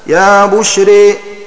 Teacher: وأمال ألف بشرى إمالة محضة حمزة والكسائي هكذا يا بشري، وأمالها ورش بين بي أي قللها هكذا يا بشرايا.